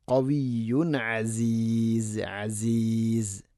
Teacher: ഇന്നല്ലാഹ ഖവിയുൻ, ഖവിയുൻ അസീസ്, ഖവിയുൻ യാഇന് ശദ്ദ് ഖവിയുൻ എന്നല്ല ഖവിയുൻ, തൻവീന് ശേഷം ഐന് ഇദ്ഹാർ ചെയ്യണം, വെളിവാക്കി ഉച്ചരിക്കണം